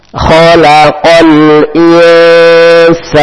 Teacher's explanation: nun mati ketemu sin, maka hukumnya ikhfa, dibaca samar-samar. Ee dengan berdengung.